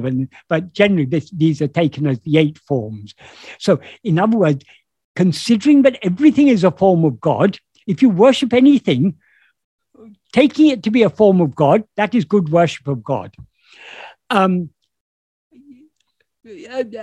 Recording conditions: video call